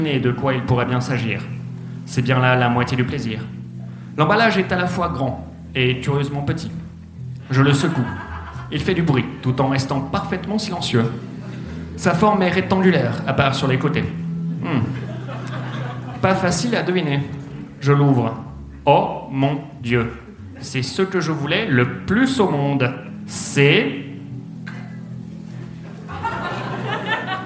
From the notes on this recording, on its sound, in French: Enregistré en live et en public à la Bellevilloise à l'occasion de la soirée spéciale Noël du One More Joke le 18/12/2018.